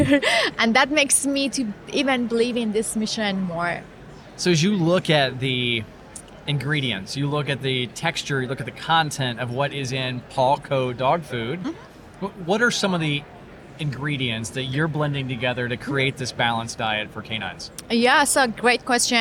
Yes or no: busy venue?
yes